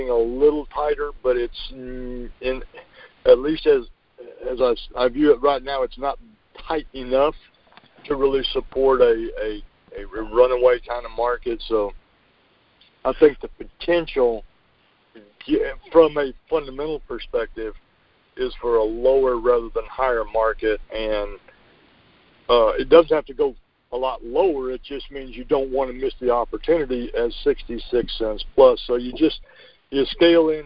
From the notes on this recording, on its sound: Monthly Conference Call